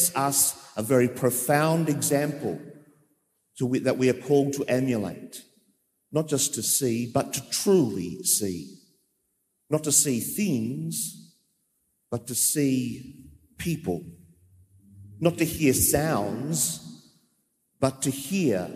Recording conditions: large echoing room